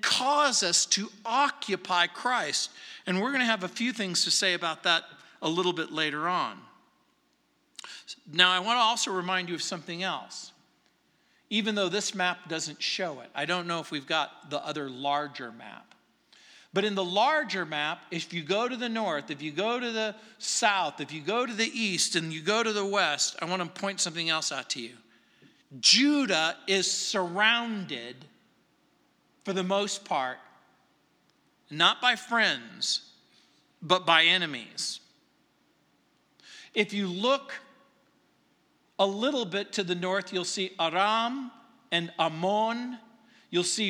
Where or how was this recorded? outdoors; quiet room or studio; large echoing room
large echoing room